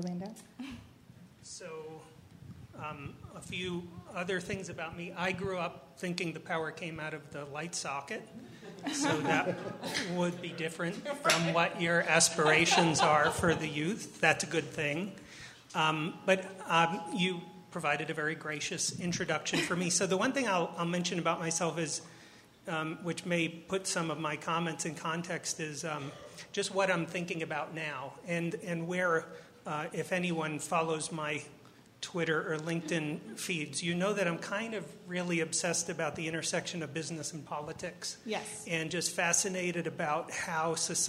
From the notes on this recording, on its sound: This Panel Event was hosted at Well Data Labs on 11.